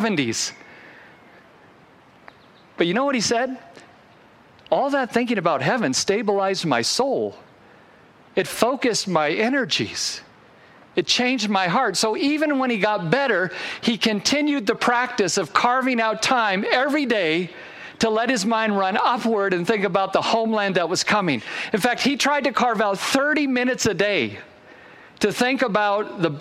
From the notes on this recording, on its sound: Originally recorded outside on Sunday, August 22, 2021.